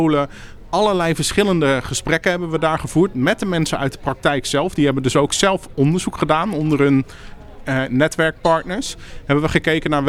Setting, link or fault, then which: setting, busy venue